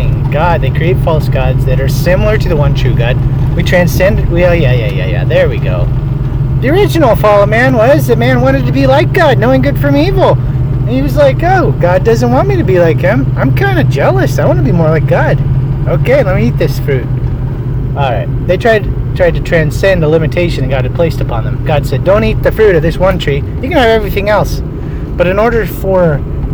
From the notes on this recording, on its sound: As I was driving to feed my pigs, I thought I would share what I've been thinking about regarding the god of this age.